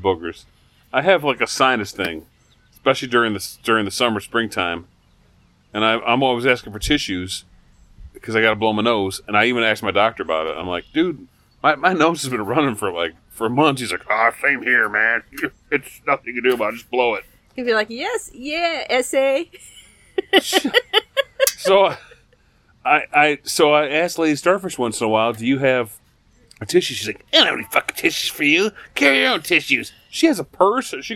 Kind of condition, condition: setting, outdoors